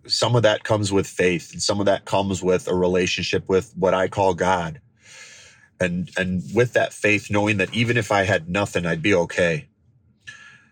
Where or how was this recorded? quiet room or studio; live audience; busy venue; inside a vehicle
inside a vehicle